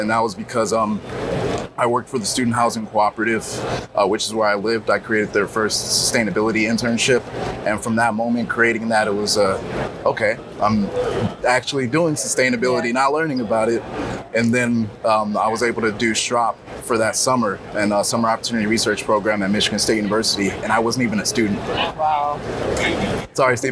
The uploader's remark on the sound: Live at ANTEC® 2022